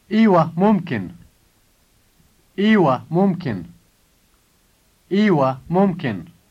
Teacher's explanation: Notice that the word mumkin here has the intonation of a statement and not of a question.